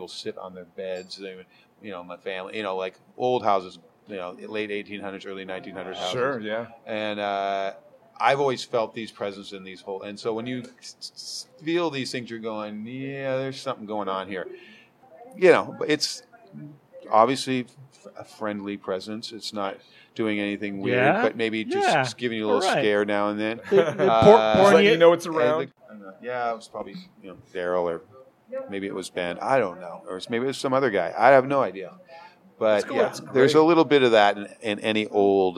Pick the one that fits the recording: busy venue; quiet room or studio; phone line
busy venue